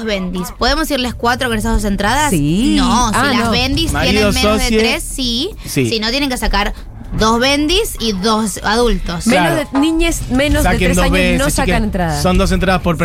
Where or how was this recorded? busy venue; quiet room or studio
busy venue